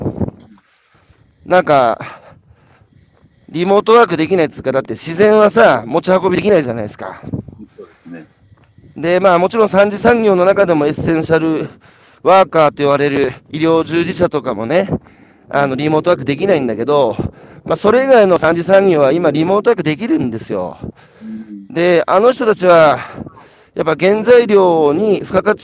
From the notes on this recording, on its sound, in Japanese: 歩くラジオ。歩きながら1時間、対談する。